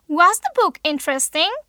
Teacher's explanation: They have rising intonation.